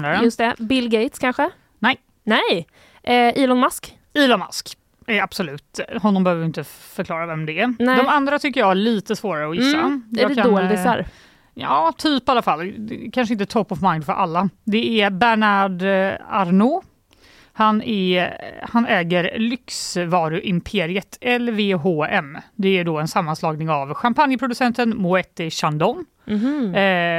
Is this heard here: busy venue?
no